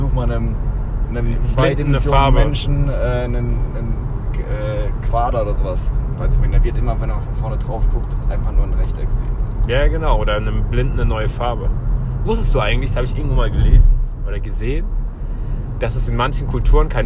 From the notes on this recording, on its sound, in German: mein Handy, schlechte Audioqualität